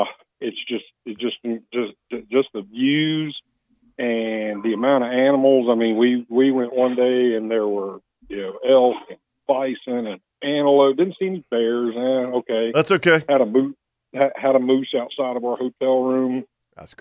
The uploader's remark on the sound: lot of people (including several OS Hall of Famers) called in to share their show stories and memories